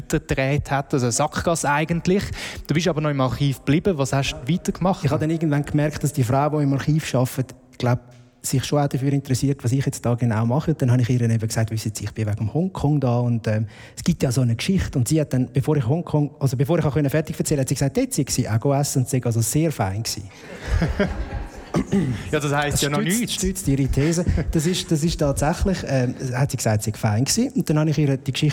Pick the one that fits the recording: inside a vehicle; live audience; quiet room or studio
live audience